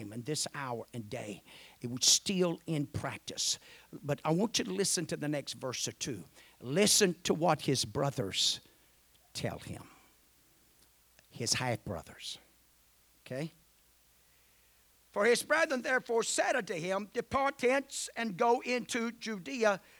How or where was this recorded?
large echoing room